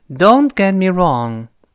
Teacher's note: Don't。那个 t 失去爆破，get 那个 t 也失去爆破